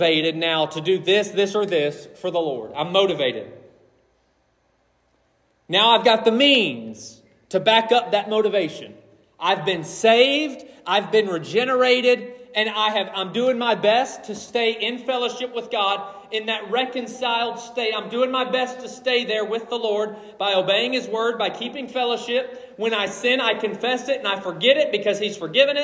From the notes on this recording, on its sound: This message was preached on December 31, 2023.